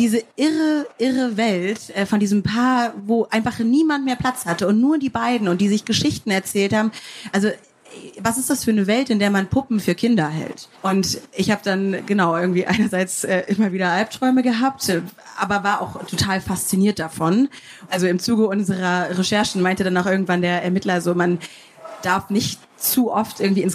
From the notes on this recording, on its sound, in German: Da es sich bei der folgenden Aufnahme um einen Live-Mitschnitt handelt, kommt es teilweise zu Nachlässen in der Sound-Qualität. In einer Sonderfolge von Spurensuche präsentieren wir einen Live-Mitschnitt von der Frankfurter Buchmesse.